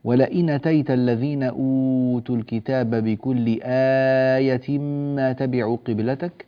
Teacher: هنا البدلات عندنا مدود البدل، ونمدها بمقدار 4 حركات: كلمة أوتوا الكتاب، وكذلك بكل آية تمد بمقدار 4 حركات.